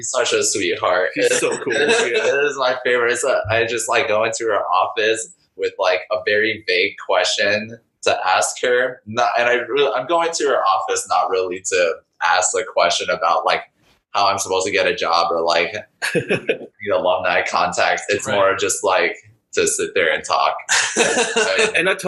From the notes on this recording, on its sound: We are constantly trying to experiment with audio set up so please stick with us as we try to get everything figure out!